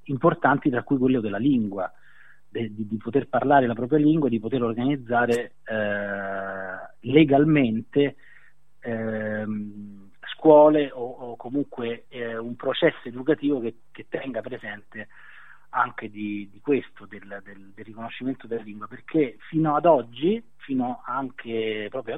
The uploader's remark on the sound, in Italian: Al telefono da Santiago del Cile.